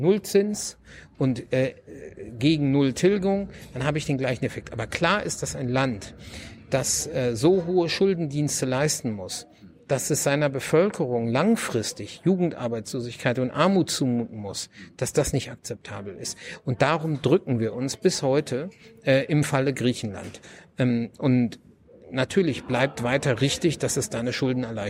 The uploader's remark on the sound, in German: in der Buchhandlung "Ocelot" (Berliner Brunnenstraße) aufgezeichnet.